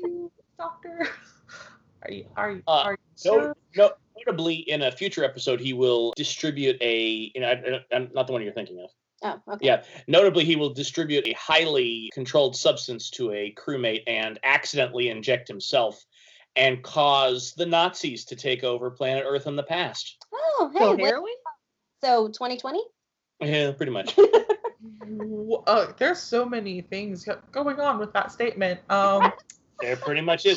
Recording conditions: poor sound quality